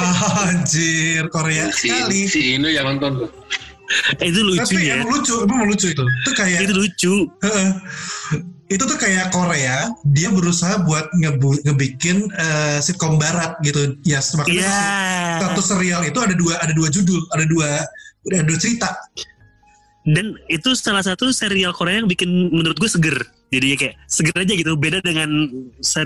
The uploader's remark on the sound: this episode recorded via Zoom